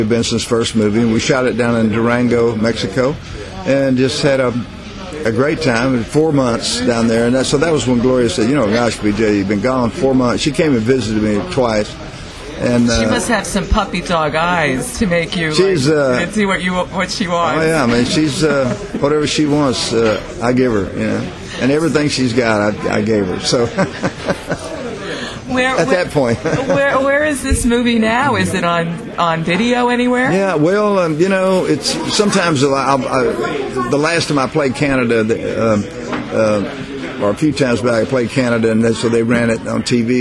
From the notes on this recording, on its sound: Recorded in 2010 from the famed restaurant Lindy's in New York City.